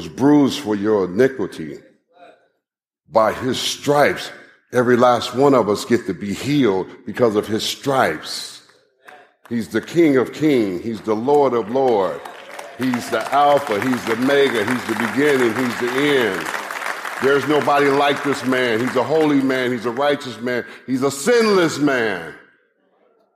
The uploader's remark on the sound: live message from the Kingdom Men's Gathering